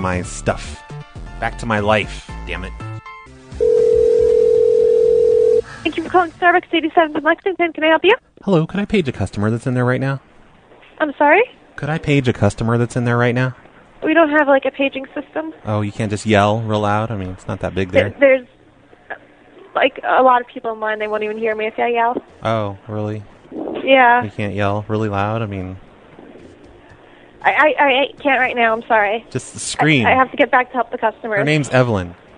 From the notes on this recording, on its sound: Prank Phone Calls Collection